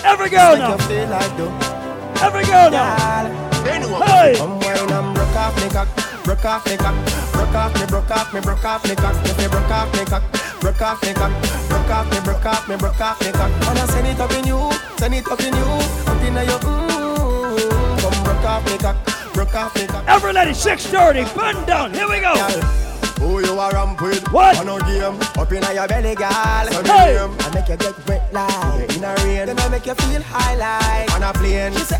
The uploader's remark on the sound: LIVE AT PLATINUM SUNDAZE IN CAPE COD. Live audio segment from Platinum Sundaze in Cape Cod, MA on June 19th, 2016.